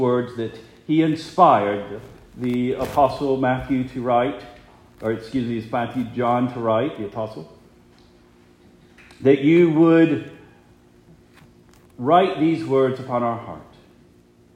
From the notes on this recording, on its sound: Preached the morning of April 9, 2023, for the Heidelberg Presbyterian Church in Heidelberg, Mississippi.